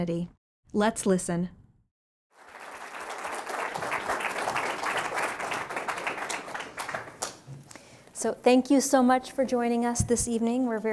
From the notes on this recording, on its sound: we go back to our in-person event